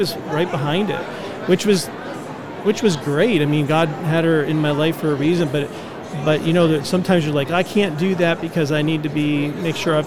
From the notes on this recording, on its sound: LIVE from NRB 2022!